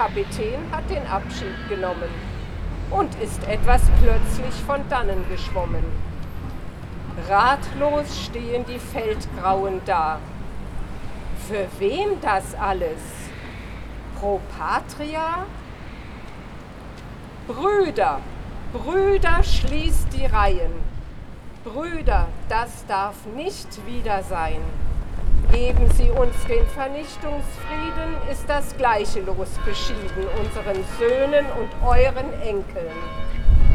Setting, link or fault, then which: fault, wind noise